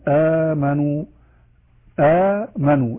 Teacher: عندنا نوع آخر من أقسام المد اسمه المد البدل. مقدار مد البدل يمد بمقدار حركتين فقط ولا يزاد عليه إلا في قراءات أخرى ليست موضوعنا.